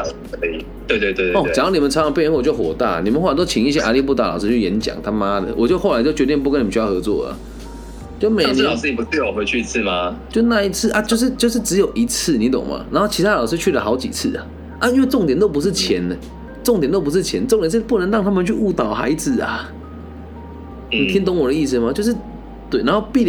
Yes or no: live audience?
no